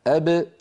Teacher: يكون أقصر هذه الثلاثة زمنا هو الباء. لماذا؟ لأنها شديدة